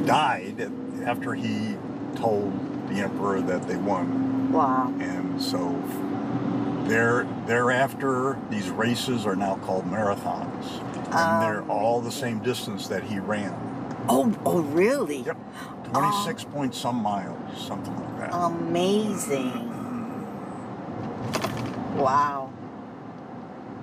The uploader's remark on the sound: The conversation took place in the car as we were leaving a gas station called Marathon.